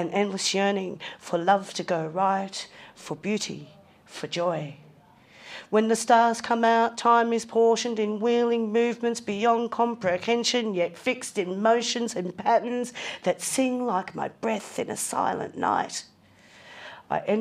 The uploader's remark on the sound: Live at Passionate Tongues. Recorded at The Brunswick Green.